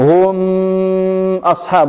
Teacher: لو قلت هم أصحاب هذا يعتبر غنى وهذا خطأ